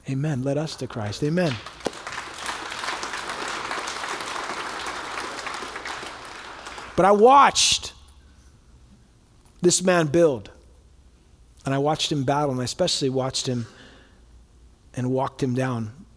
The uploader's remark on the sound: from the 2018 Southwest Men's Conference